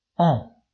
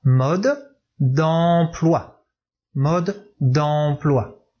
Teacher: Some air has to go out through the nose. So, the best manner to feel it is to put your hand here when you pronounce that word. · Term: nasal vowel